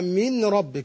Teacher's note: فقلبت النون راء وادغمت الراء في الراء فاصبحت راء مشدده · Term: الادغام الكامل